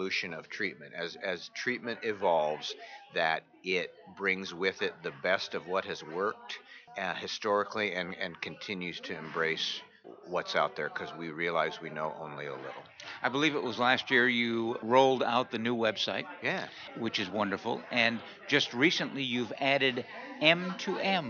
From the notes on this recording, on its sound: RC2C broadcasting from the 39th Annual NAATP Leadership Conference in Austin, Texas.